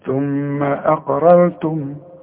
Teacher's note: رقق للهمزة وفخم للقاف وفخم للراء الاولى والتانية كمان